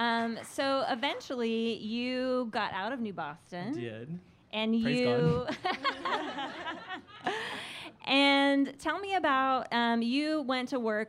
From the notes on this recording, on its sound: This week we recorded our first ever LIVE podcast at the Austin Young Democrats meeting at Cheer Up Charlies.